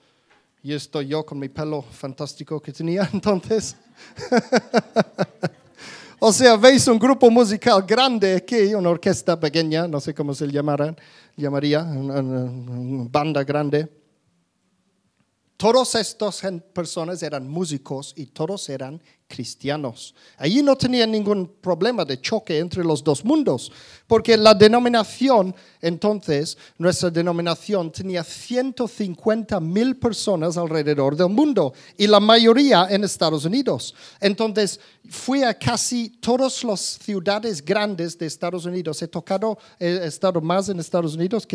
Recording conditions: live audience